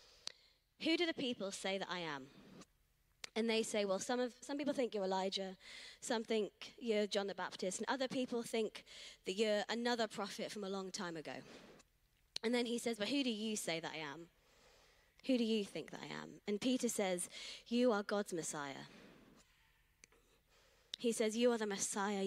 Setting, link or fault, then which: setting, large echoing room